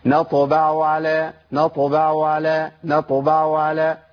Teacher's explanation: العين بهتت خالص، ما بقتش باينه